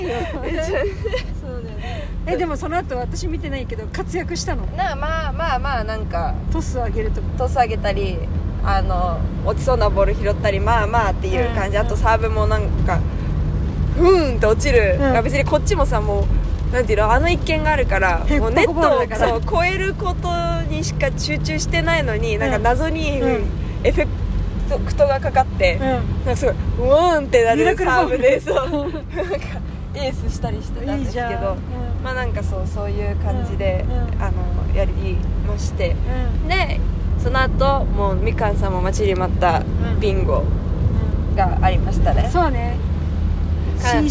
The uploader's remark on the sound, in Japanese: 第268回は、4泊5日の弓場農場での日々からそれぞれの家へ帰る途中で収録しました。